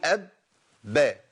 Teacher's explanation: ما إحنا قلنا قبل كده، قلنا إن الباء أو أي حرف حرف من حروف القلقلة إذا شدد ما ينفعش نعمل فيه قلقلة في الساكن الأول اللي هو أول المشدد